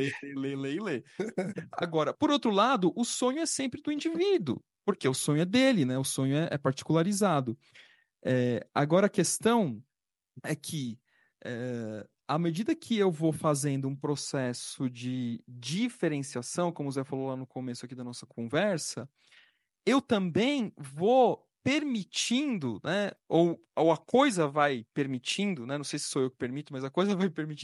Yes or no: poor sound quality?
no